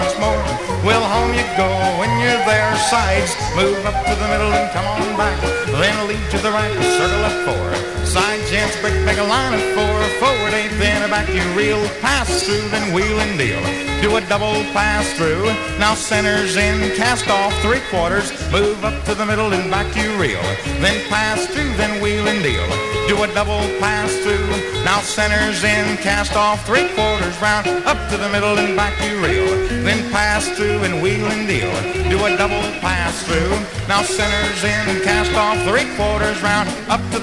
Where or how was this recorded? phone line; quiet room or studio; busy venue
busy venue